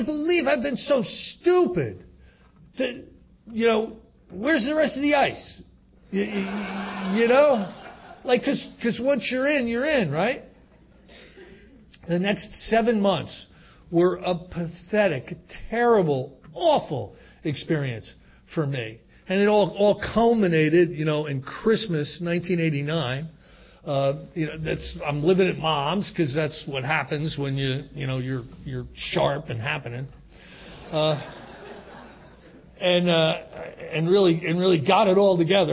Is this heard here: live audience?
yes